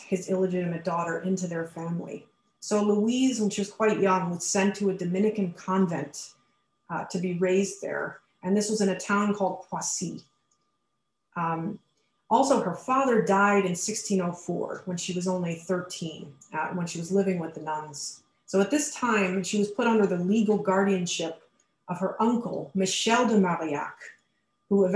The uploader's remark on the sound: A webinar lecture